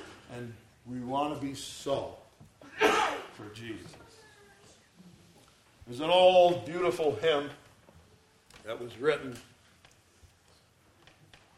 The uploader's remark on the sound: ESCBC Sunday Morning Service recorded on 01/01/2023